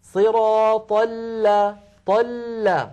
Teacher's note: اللام الأولى ساكنة فهي بحاجة إلى جريان ضئيل في الصوت